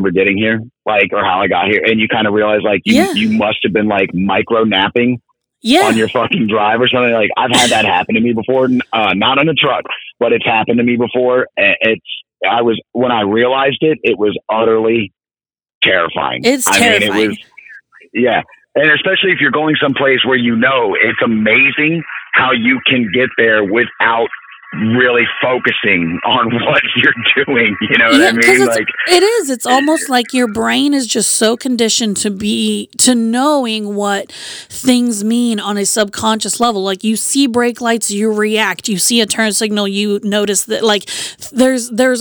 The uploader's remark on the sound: calls in from the road